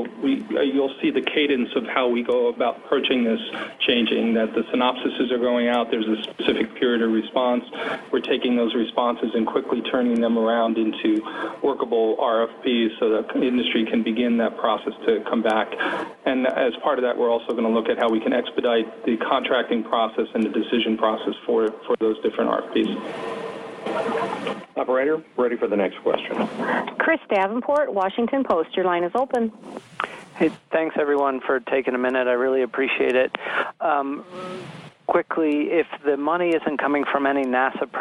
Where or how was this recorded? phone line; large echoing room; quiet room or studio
phone line